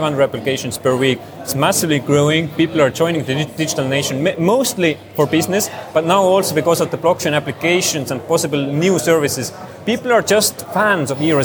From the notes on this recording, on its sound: Interviews from Blockchain Live